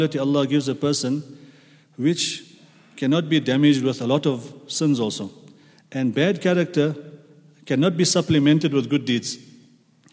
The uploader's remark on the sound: at the Houghton Masjid (West Street)